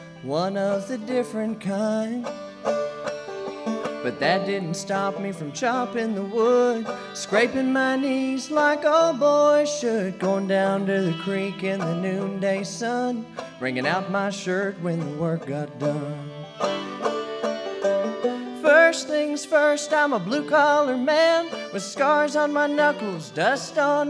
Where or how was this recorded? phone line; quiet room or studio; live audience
live audience